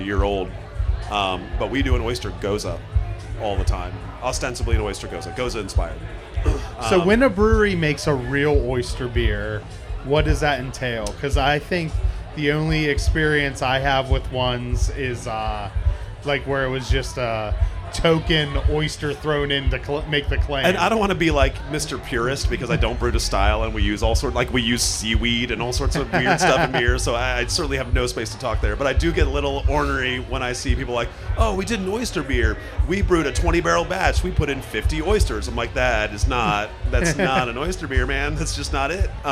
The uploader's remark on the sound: Live From Snallygaster 2. In this second episode recorded live on the DCBeer podcast stage at Snallygaster.